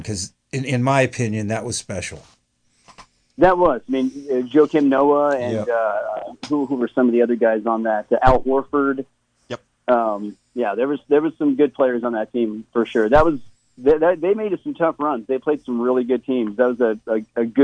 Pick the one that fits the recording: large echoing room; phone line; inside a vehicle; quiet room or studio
phone line